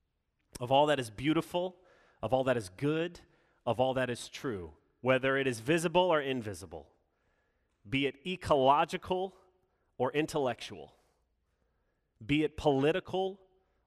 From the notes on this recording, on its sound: Sermon delivered Sunday, June 6, 2021